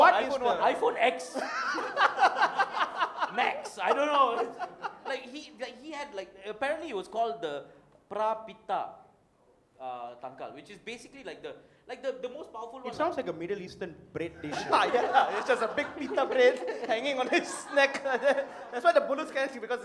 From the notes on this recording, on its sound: For the first time ever in Malaysia, it's the live show of The Macha Men!